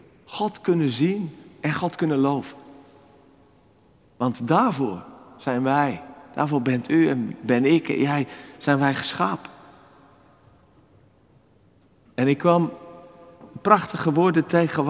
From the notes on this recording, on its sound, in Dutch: Opgenomen op 4 februari 2024 in de Noorderkerk te Amsterdam